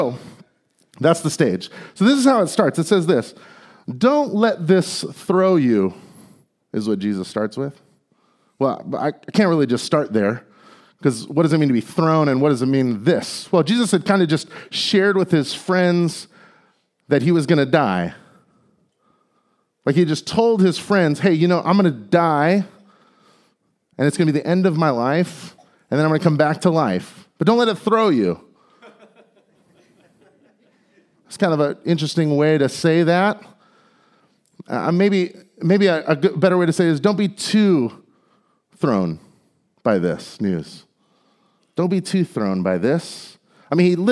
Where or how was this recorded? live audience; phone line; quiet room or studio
live audience